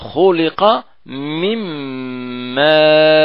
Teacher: فيصير عندنا ميم مشددة بغنة أكمل ما تكون، أربع حركات